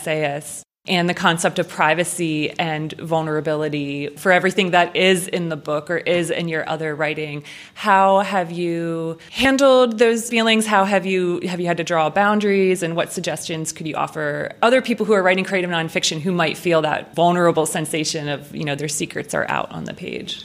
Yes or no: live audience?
yes